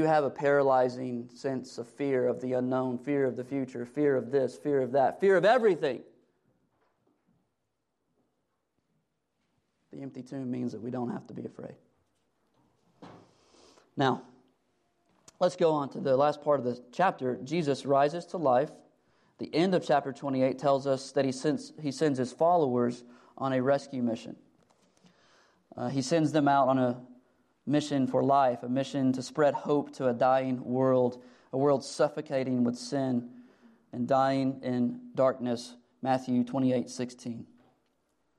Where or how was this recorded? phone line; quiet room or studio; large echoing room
large echoing room